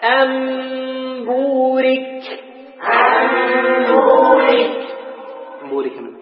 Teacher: نقلب النون الساكنة أو التنوين ميما مخفاة. إذن الإقلاب هو قلب النون الساكنة أو التنوين ميما مخفى عند حرف الباء، الذي هو حرف من حروف، الذي هو حرف الإقلاب.